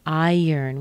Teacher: We connect it together with a little Y sound. Iron. If I were to spell this more phonetically, I would probably say I-Y-R-N.